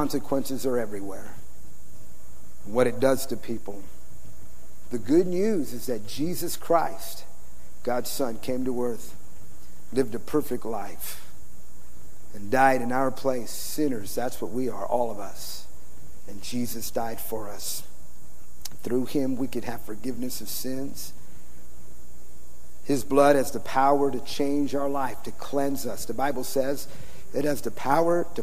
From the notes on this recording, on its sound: Preached in San Antonio TX OCTOBER 2006